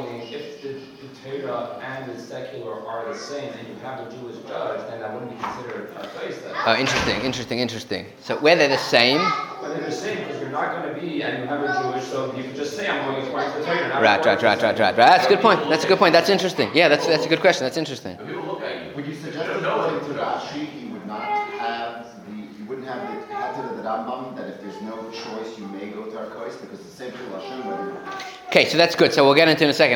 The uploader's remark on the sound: Recorded live at The Torah Center ATL on February 11, 2024